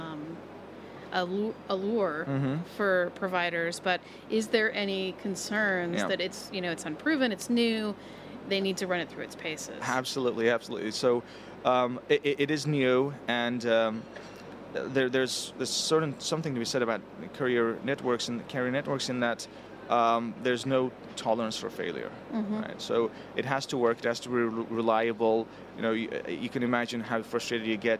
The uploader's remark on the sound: Live from MWC. In this archive of a livecast.